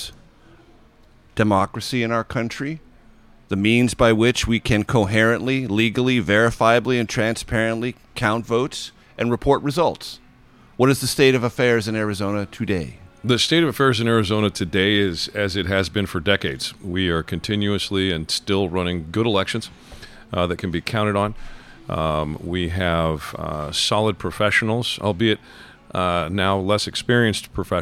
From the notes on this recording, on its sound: This episode was recorded on February 6th at Dirty Habit in D.C.'s Penn Quarter neighborhood.